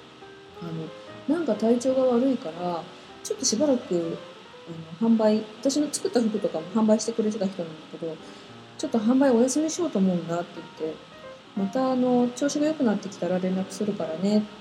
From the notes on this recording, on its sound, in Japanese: パソコンのフィンが回っちゃって雑音多いです